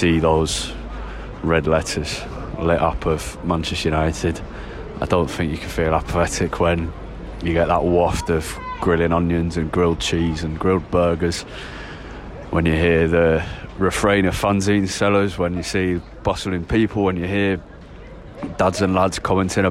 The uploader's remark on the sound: With sounds from Old Trafford and analysis pre-, mid- and post-match.